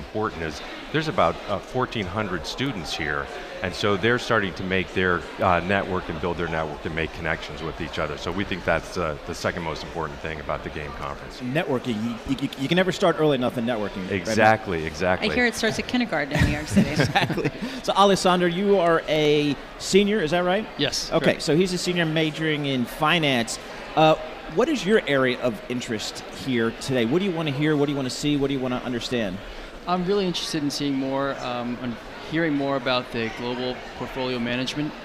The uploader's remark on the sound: Broadcasting live from the 9th annual Quinnipiac G.A.M.E. Forum in NYC.